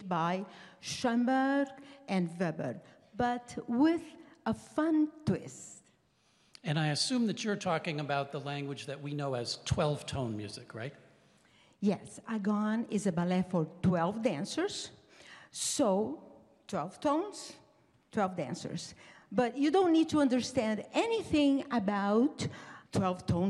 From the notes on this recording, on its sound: This week’s episode features a special live presentation of See the Music. With a little help from the ….